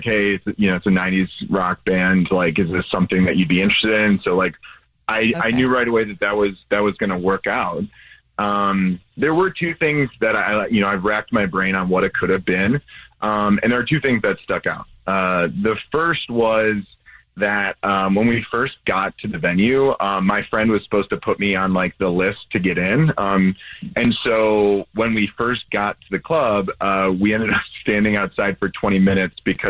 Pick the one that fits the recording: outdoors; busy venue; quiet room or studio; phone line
phone line